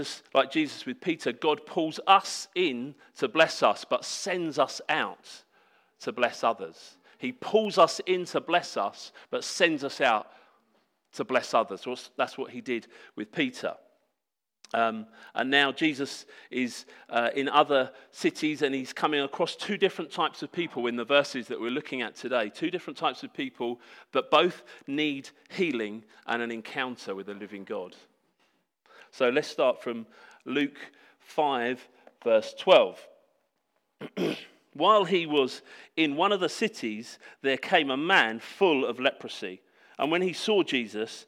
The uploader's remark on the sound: Sermon preached at Hope Church Sevenoaks UK